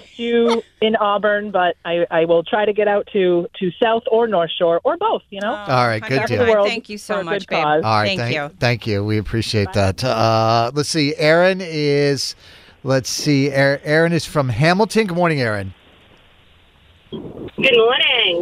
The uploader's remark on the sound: People called in to suggest punishments for the loser!